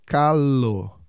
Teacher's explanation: Muito diferente do som do calo, onde a língua está lá na frente, lá na ponta.